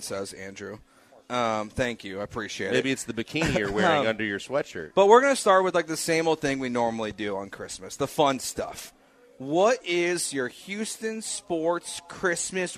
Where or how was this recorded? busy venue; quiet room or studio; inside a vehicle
busy venue